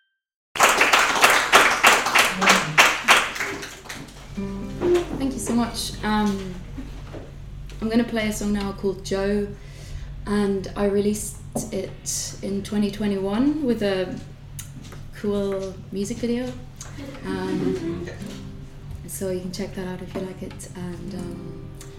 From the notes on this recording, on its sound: We run these live events on a monthly basis. It’s a lovely warm atmosphere. Here’s our live recording.